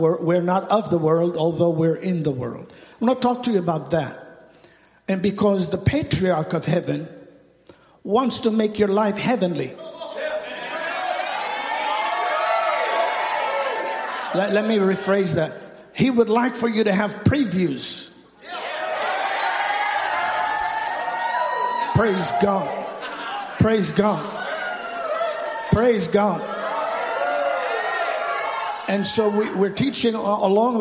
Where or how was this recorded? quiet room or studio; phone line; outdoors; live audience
live audience